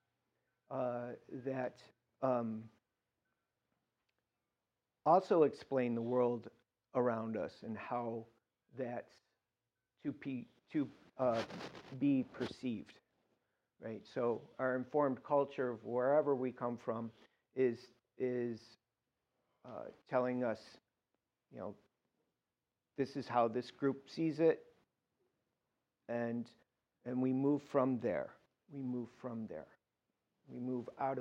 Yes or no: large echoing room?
yes